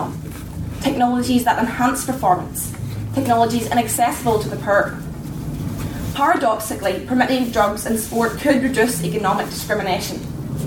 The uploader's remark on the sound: In this recording you will hear the first round of speeches and debating from the second room. I believe it may have been the Belfast South room, but I do not know for certain.